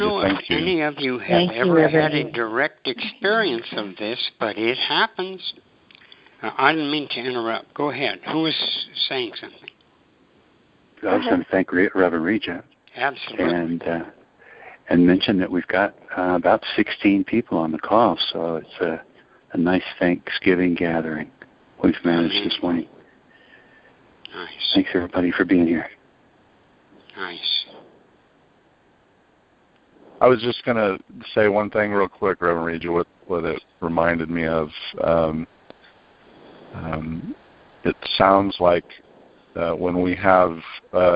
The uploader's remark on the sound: ACIM Daily TEXT Conference Call.